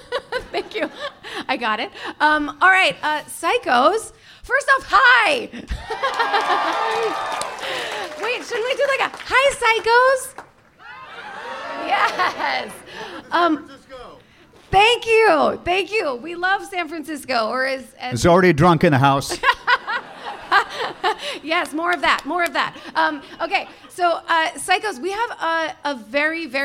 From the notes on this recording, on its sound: LIVE FROM SF SKETCHFEST. Are joined by 400 special guests LIVE.